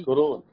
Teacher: أراد تتذكرون فأدغم التاء في الذال، وإدغامها فيها حسن لأن التاء مهموسة والذال مجهورة، والمجهور أزيد صوتا من المهموس وأقوى، فإدغام الأنقص في الأزيد حسن.